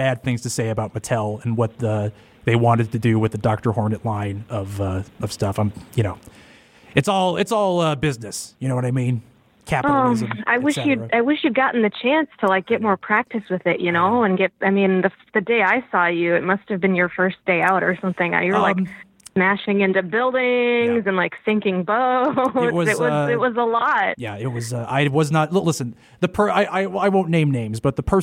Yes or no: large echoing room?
no